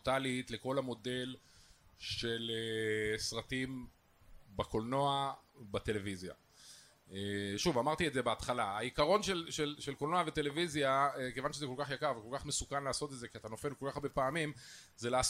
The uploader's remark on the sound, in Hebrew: התקיים בתדר בתל אביב אירוע גדול של הארץ - דה מרקר ובו הקלטנו פודקאסט משותף לתרבות יום א' ולאינטרסנטים. האולם היה מלא עד אפס מקום.